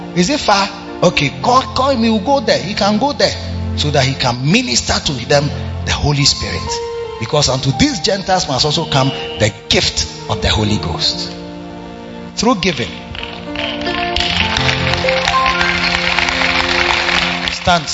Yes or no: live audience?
yes